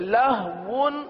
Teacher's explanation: آخر میں واو ہے ہونٹوں کو گول کر کے پڑھیں گے